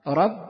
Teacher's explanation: رب تلاحظون تبدأ بحرف الراء وتنتهي بالباء، الراء تنطق من طرف اللسان ولكن الباء تنطق بإطباق الشفتين على بعضهما